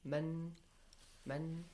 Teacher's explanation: The Nun Sakin or Tanween is pronounced clearly from its respective origination without ghunna.